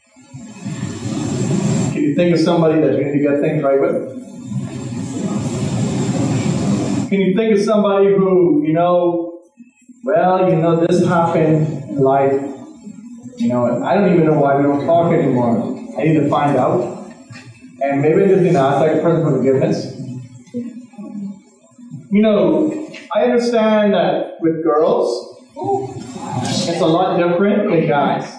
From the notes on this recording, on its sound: Please forgive us we had some technical Issues with this Recording but brought you the best we could do with what we had